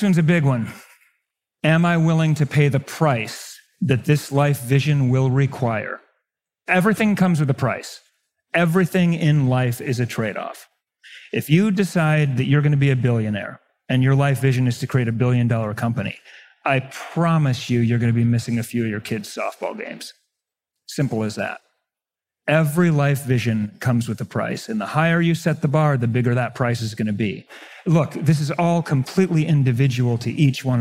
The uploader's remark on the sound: 3-way panel discussion live from Mindvalley's A-Fest stage in Bali.